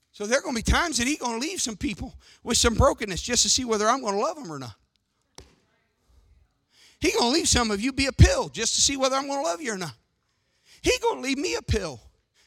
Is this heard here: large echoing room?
yes